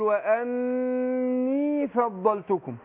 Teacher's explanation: كلمة وأني النون هنا مشددة وبعدها الياء لازم اثبتها، ما اقولش واني فضلتكم على طول، فين الياء؟